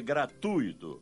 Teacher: O certo é gratuito, com U tônico. A sílaba tônica recai no U e não no I, e não leva acento gráfico.